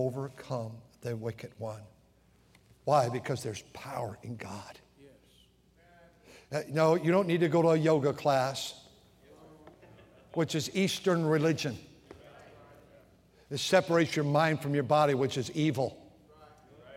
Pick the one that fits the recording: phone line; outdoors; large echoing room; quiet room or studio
large echoing room